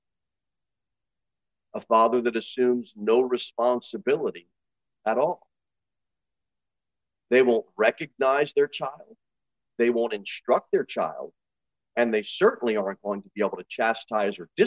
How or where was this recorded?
large echoing room